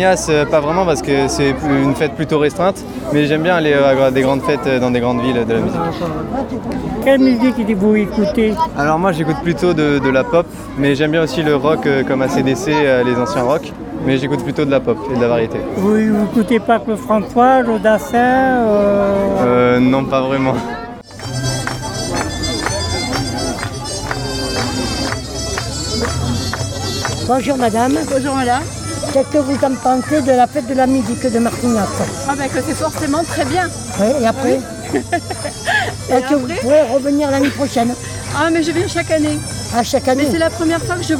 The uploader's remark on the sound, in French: En direct de la Fête de la musique